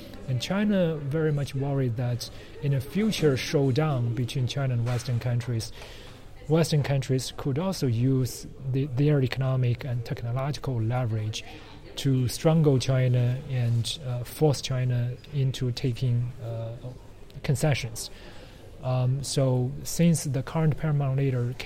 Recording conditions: busy venue